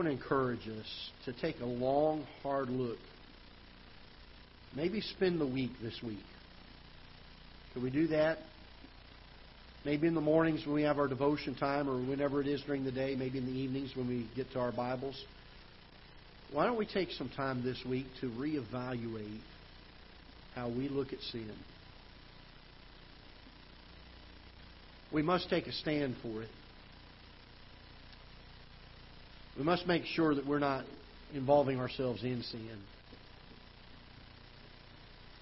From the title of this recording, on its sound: Ketha Heights Baptist Church ~ Live Broadcast